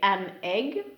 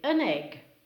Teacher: For instance, when a word ends with a consonant and the next word begins with a vowel, we connect the final consonant to the next vowel · Shown in: second take · making it sound as if the second word begins with a C.